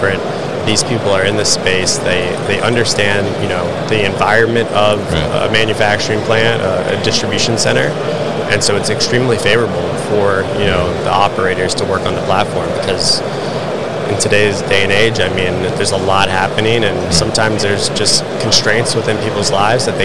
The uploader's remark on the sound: Veryable at MODEX 2022